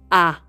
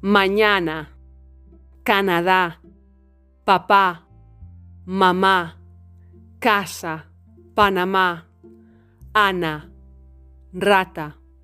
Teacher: The mouth is very open and the tongue is at the center.